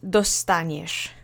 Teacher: It has the phoneme of sh at the end of it. So you have to make the duck face, and it's not a sh sound.